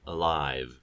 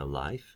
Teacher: Alive, the I diphthong is longer than in a life, and if I'm devoicing alive and saying a life, by putting a V with an under ring, that would remind us that the I diphthong is going to be long in this case.